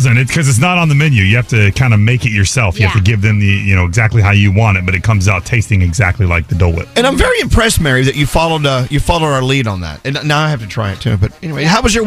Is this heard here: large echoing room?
no